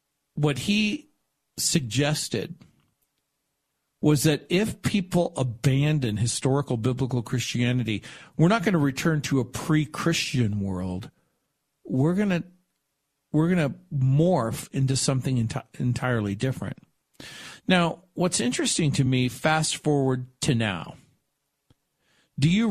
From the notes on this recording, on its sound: Phone call